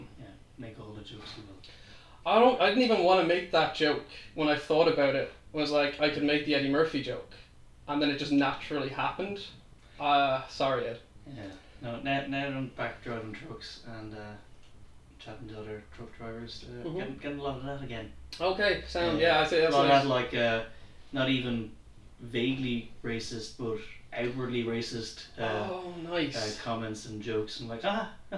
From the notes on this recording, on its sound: The editing is a bit rough and the sound could be improved.